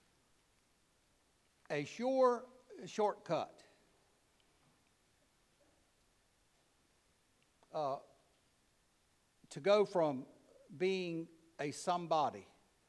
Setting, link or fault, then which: setting, large echoing room